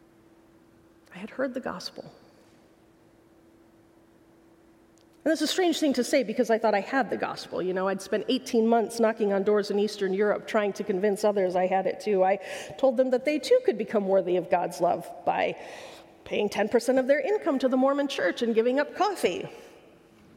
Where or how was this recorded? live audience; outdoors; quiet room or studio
live audience